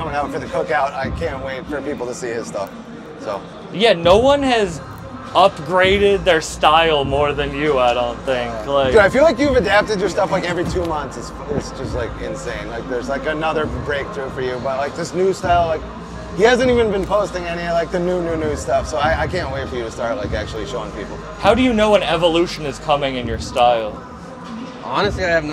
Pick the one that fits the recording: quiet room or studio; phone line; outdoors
outdoors